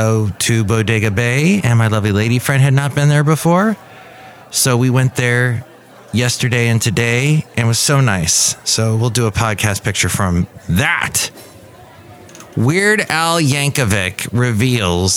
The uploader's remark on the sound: Podcasts live from Café Anyway.